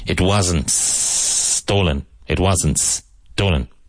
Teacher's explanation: push that S to the left and link it to the end of the previous word